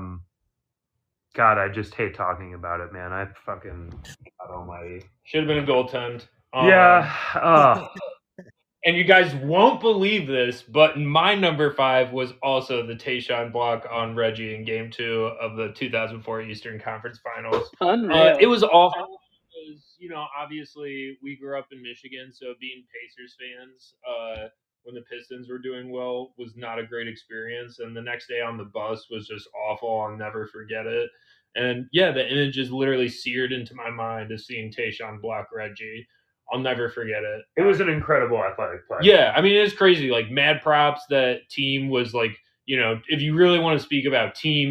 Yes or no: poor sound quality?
yes